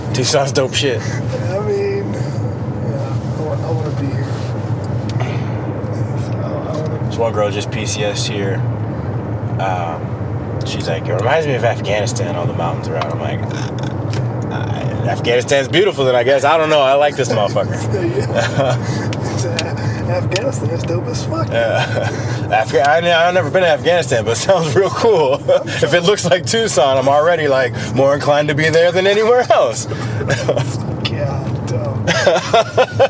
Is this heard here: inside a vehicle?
yes